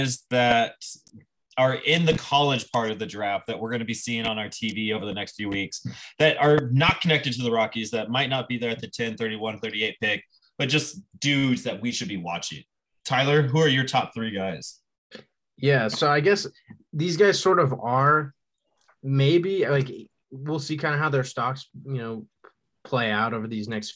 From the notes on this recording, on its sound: Twitter Space recording